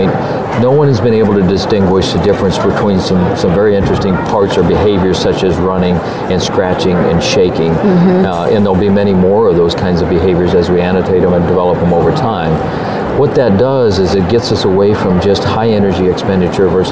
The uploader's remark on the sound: NAVC 2017 Conference. The conference in Orlando. Interviews she conducted with Vetrax, BabelBark, and Heyrex while at the conference.